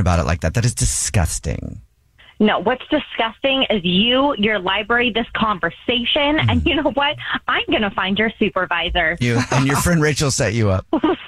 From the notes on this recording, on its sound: phone prank style